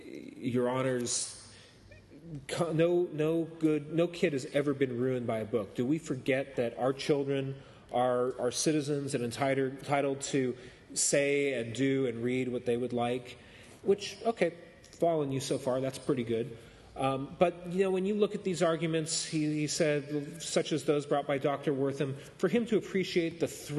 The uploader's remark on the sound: Presents the History of the Comics Code Authority before a live audience at Wondercon 2014, in Anaheim California.